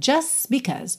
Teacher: aqui o just apareceu como ele normalmente aparece, que é sem o som da letra T